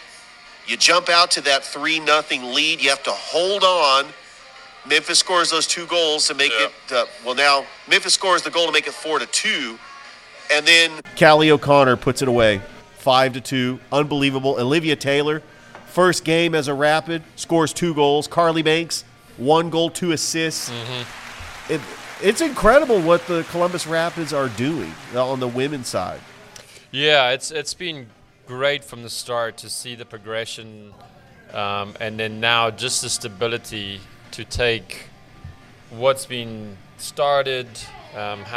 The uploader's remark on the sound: Live from Ivy Park Sports and Grill